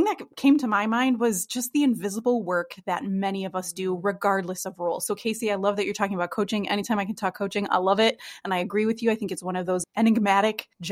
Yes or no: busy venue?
no